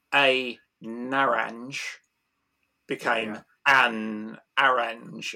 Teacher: the hearer mistakenly thinks the noun begins with n